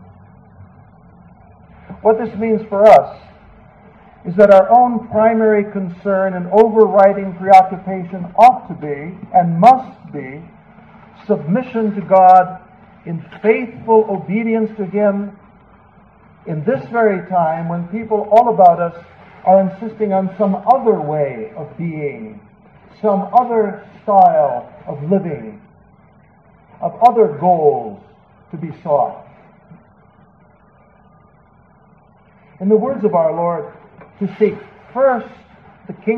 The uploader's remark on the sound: 7PM EF Mass. It was delivered at the evening outdoor Mass - a Solemn High Mass in the Extraordinary Form. The quality of this recording is lower because it was not a direct feed. There is a little more background noise.